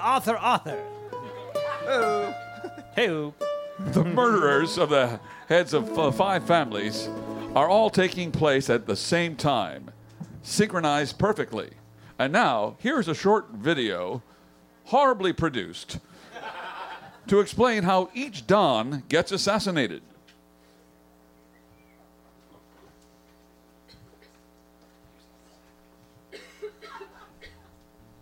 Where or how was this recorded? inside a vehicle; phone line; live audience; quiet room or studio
live audience